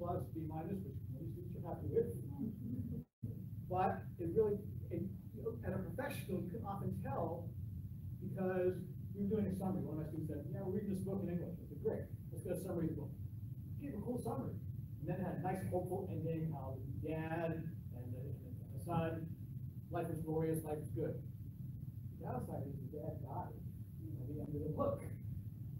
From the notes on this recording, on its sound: present at the South Carolina Association of Accounting Educators (SCAAE) Conference